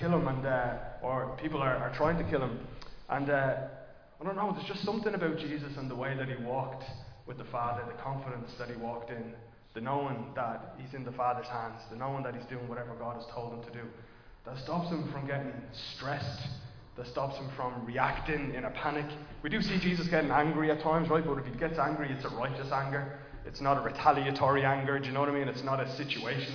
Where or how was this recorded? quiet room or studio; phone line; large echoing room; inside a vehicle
large echoing room